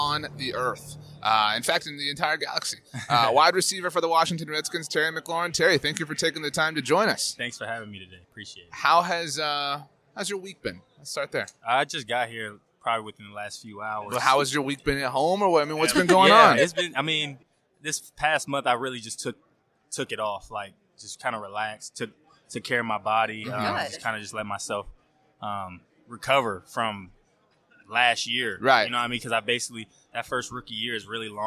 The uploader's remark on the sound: on Super Bowl Radio Row!